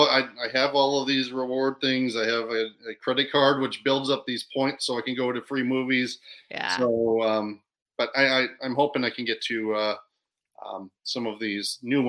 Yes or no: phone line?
no